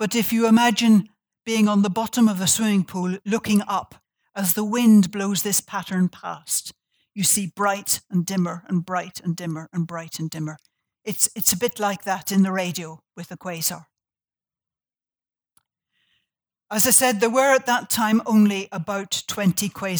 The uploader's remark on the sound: This talk was recorded on Tuesday 16 July, 2019 at the University of Sydney.